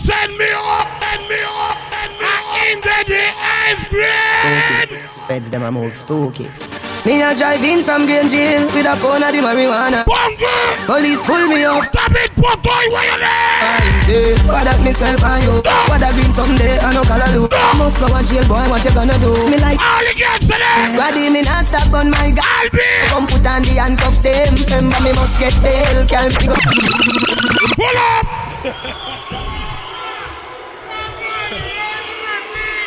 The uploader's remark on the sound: Live Audio Bashment Limón Costa Rica 05-12-2009